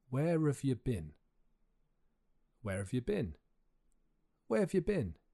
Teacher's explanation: Again, it's the auxiliary verb and subject that gets squashed. Have you becomes avya or even vya.